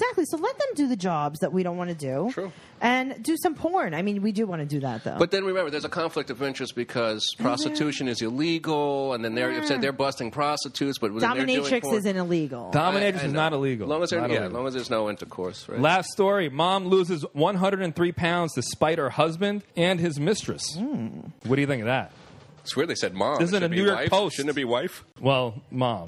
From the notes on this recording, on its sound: Recorded Live at the champagne room of Rick's Cabaret.